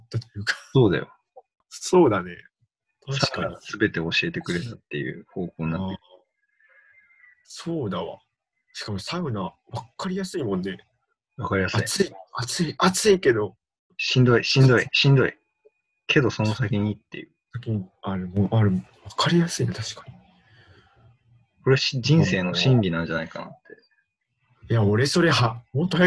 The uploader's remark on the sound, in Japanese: リモート録音なので音質はそこまでよくありません。